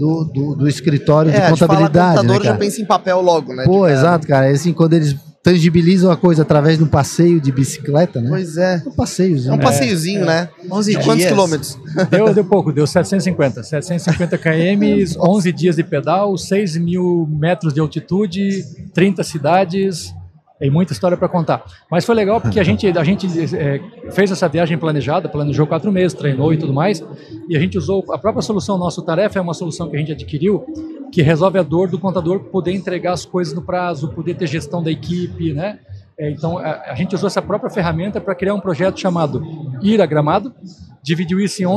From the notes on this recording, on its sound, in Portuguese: Este episódio é parte de uma série "pocket" gravada durante o Startup Summit 2023, uma colaboração entre a Invisto e o Economia SC.